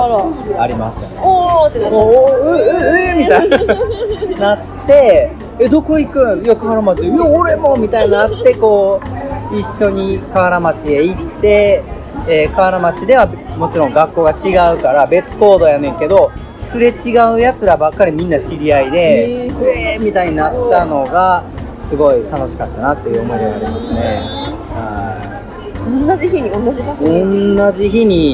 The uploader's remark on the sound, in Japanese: 始まって以来初の対面収録でお送りいたします！多少環境音が入っていますので、そこはご容赦くださいませ。